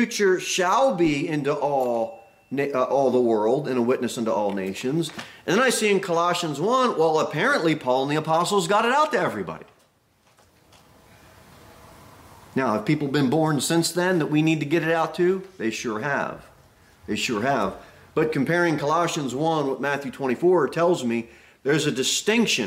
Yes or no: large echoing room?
yes